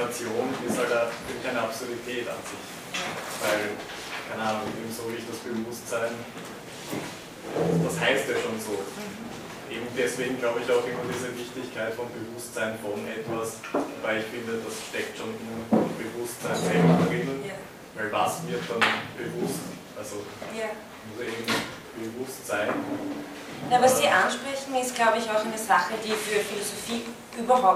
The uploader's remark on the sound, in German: von Studierenden aufgezeichnet